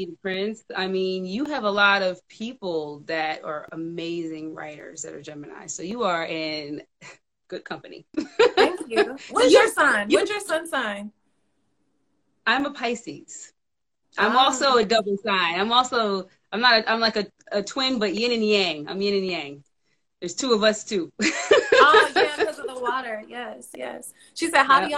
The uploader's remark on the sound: a special Instagram Live #WFH edition